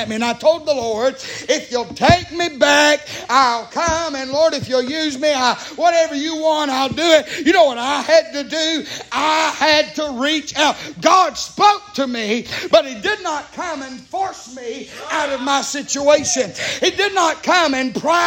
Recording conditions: large echoing room